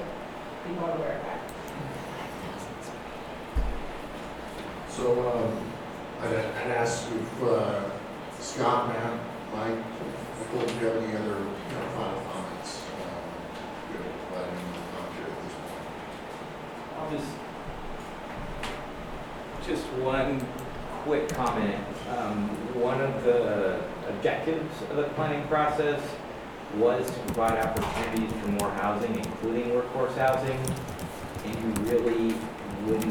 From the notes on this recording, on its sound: Live recording of Astoria Planning Commission Meeting, August 6, 2019